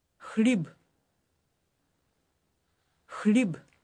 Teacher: It starts with a rough KH sound, followed by an L.